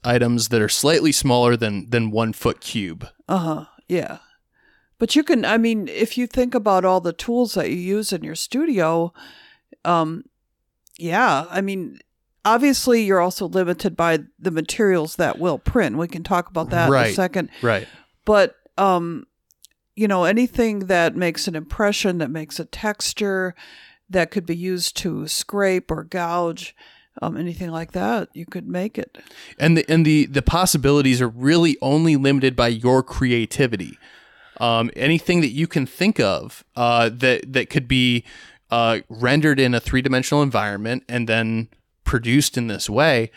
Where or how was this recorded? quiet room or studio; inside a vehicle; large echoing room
quiet room or studio